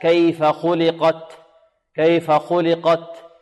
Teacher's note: ويحذر الطالب من أن يأتي بصوت السين في التاء